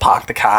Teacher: the Boston accent definitely does not pronounce its R's